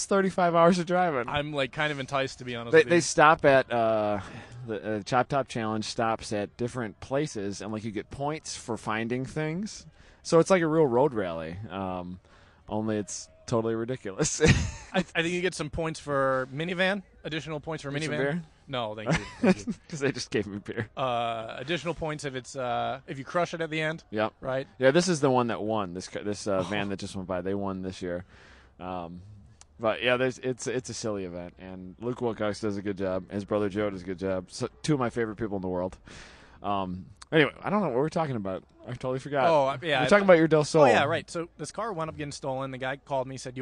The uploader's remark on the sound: Live From Honda Meet